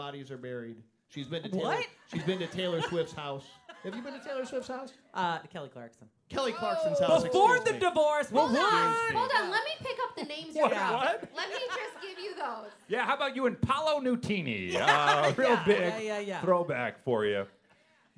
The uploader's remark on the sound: Morning Mix Live at the Copley Theatre in Aurora